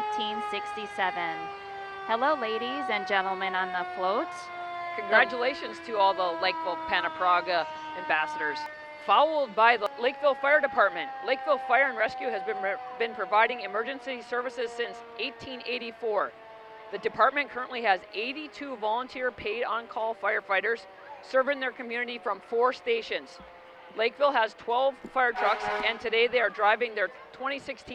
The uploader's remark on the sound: The annual Dew Days Grand Parade from downtown Farmington. The rain came down for hours before the parade but cleared just in time to see all the great businesses, organizations and people of Farmington and surrounding communities.